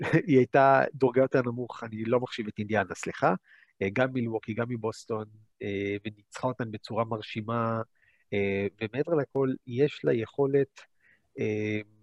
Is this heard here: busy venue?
no